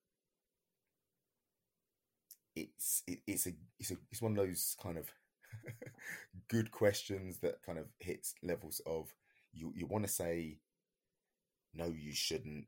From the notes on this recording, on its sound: Apologies for the sound quality we had a lot of technical difficulties.